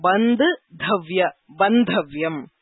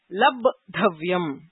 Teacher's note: So anyesham keshanchana anit dhatunam tavya rupani ye mahapranantaha अर्थात् अन्ते धकारः भकारो वा अस्ति बन्ध बन्धव्यम् सो पूर्वमपि दृष्टं बन्धुम् इति भवति तकारस्य स्थाने धकारः भवति सो पूर्व धकारः धातोः महाप्राणस्य स्थाने अल्पप्राणः भवति